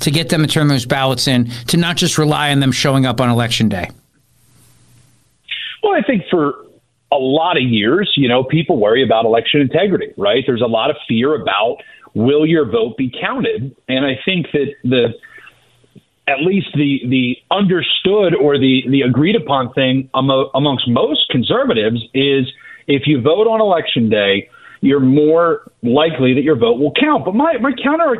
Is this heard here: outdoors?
no